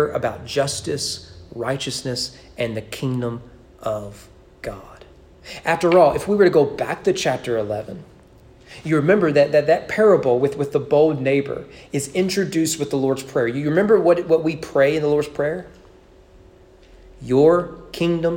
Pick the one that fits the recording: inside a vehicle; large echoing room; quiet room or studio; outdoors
large echoing room